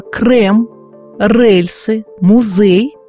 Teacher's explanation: Одной из особенностей питерского говора является употребление звука «э» на месте «е» в словах, заимствованных из других языков · Term: петербургского говора